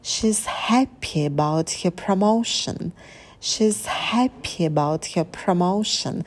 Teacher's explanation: Здесь ударные слова. Happy promotion. На этих словах мы подпрыгиваем. She's. Произносим тише.